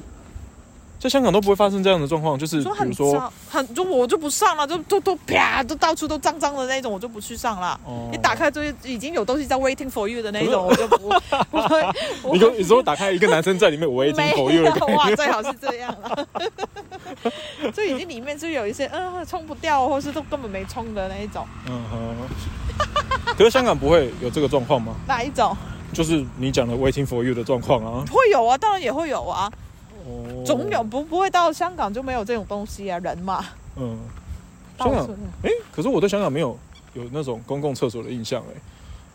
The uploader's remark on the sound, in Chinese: 這是一集意外的錄音，。是直接在路上閒晃的時候的即時錄音，。